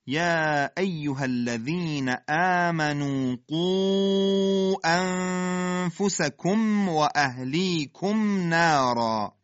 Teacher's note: اخفاء نون در فا، کم و اهلیکم میم در واو اظهار میشه